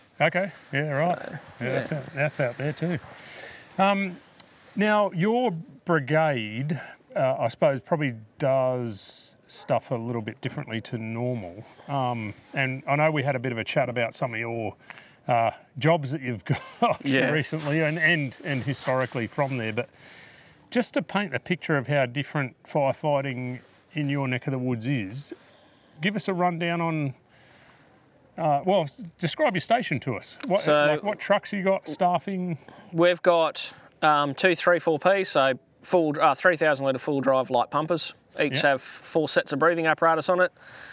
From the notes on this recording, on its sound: This episode was recorded at our first official 'First Responder Engagement Day' or FRED as we call them, at Oodnadatta SA while we are doing the Heart 2 Heart Walk 2023.